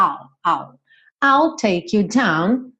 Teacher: É como se fosse um au, é quase um latido de cachorro, só que você leva a língua no céu da boca, porque a gente tem um L. Então, se você fizer au, não vai dar o mesmo resultado, tá?